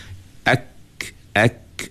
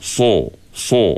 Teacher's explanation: Kalau tentang huruf sad kan so so ha, lidah kita tu dia berdempit naik ke atas. Itu dia panggil sifat itbaq. · Shown in: second take · Adapun sifat huruf kaf ini dia bukan itbaq, lawan itbaq iaitu dia panggil infitah.